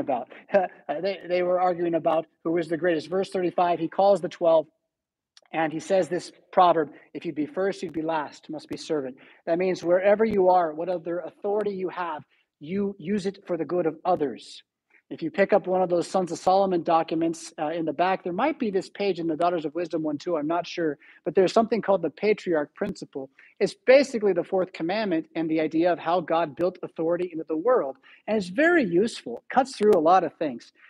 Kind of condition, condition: setting, large echoing room